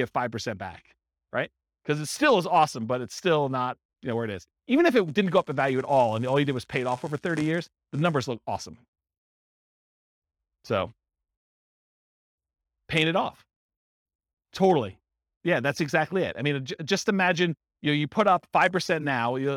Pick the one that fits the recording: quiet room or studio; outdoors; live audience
live audience